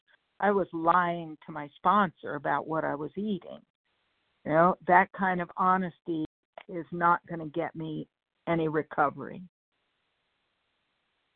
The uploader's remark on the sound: 100 Pounders Phone Meeting